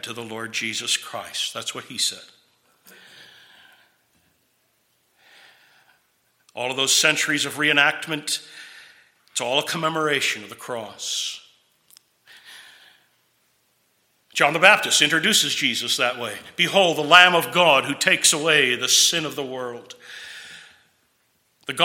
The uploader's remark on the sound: This sermon was preached at Twin Cities Bible Church, St. Paul, MN.